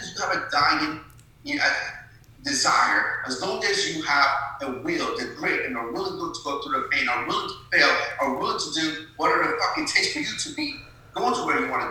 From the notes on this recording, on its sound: apologize for the bad audio on this episode, we had some technical difficulties and weren't able to do anything about it.